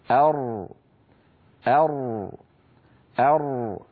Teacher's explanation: لو تأملتم أقصى ألسنتكم لوجدتم بأن هناك ارتفاعا قليلا وتقعرا لوسط اللسان أر. أيضا تلاحظون بأن لسان المزمار قد رجع إلى الوراء فأحدث تضيقا في الحلق نتج عنه، وهو سبب من أسباب التفخيم بالإضافة إلى ارتداد الصوت على قبة الحنك. · Term: الراء المفخمة